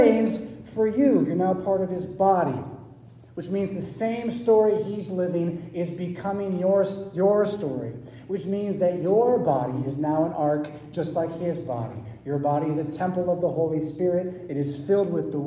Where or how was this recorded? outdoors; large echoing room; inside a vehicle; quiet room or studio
large echoing room